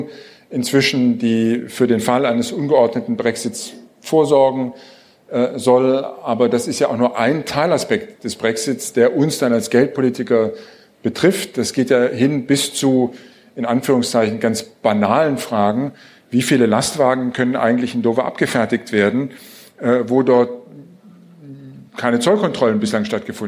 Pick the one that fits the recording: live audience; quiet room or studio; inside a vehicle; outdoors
live audience